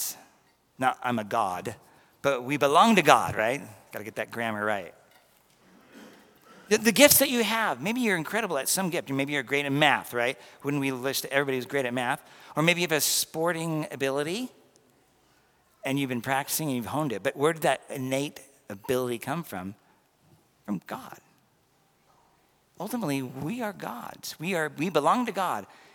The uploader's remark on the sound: This was recorded at the 11:15am Mass due to partial audio loss during the live stream at 9:30am.